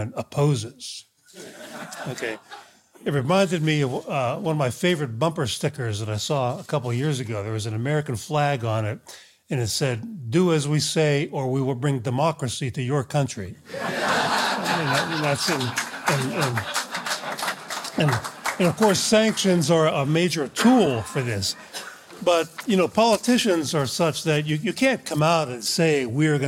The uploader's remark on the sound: Recorded at the Mises Institute Supporters Summit in Auburn, Alabama.